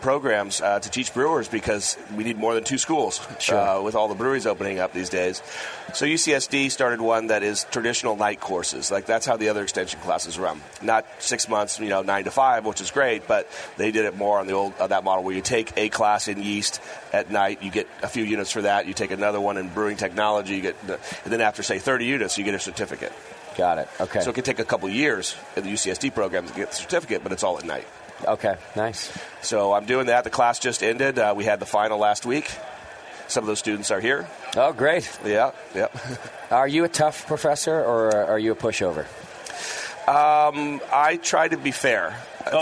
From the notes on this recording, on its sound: broadcast live from the National Homebrewers Conference in San Diego